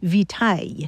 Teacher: Latin victualis passed into French, but along the way it lost that hard C sound, so it sounded more like vitaille.